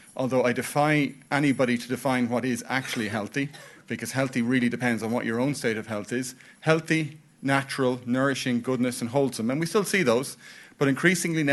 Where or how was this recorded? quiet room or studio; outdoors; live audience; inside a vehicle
live audience